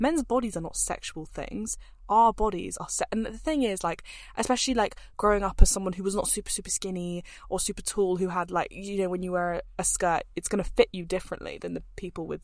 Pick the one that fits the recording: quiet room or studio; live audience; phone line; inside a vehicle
inside a vehicle